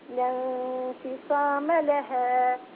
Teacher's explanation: لا تقولي لها، لا انفصام لها. لها حرف مد يتلاشى شيئا فشيئا. ما نقول لها.